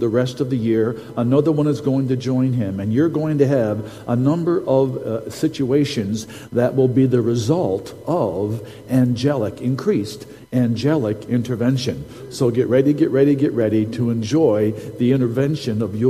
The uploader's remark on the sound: Recording from Sunday's prophetic service